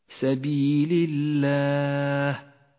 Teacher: لاحظ اللام المرققة في لفظ الجلالة سبيل الله، رققت لأنها سبقت بحرف مكسور